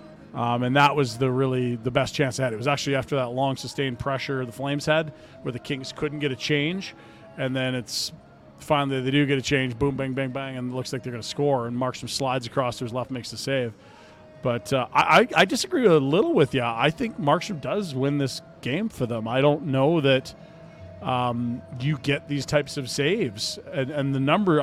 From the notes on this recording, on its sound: LIVE from the Grey Eagle